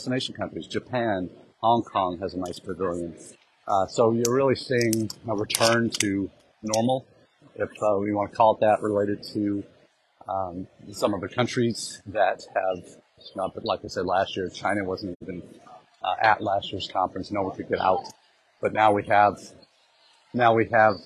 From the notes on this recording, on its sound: Our #intled #livechat comes to you from the Expo Hall at #NAFSA2023.